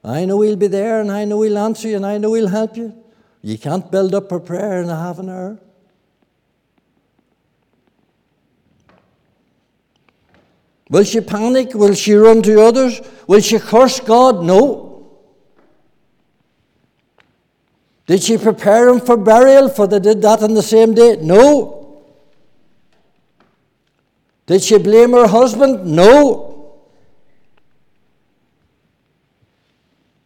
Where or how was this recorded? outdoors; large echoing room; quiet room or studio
large echoing room